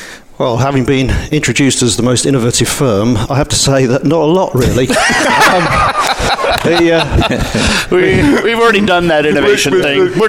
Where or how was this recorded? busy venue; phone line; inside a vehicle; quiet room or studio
busy venue